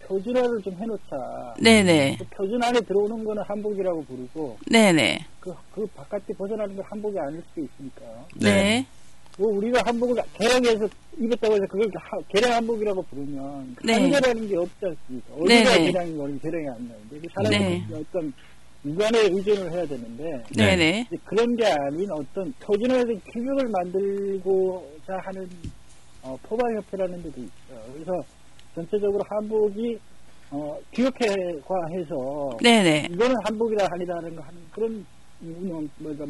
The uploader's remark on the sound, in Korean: 전화인터뷰. 강릉사랑, 초당라디오TV.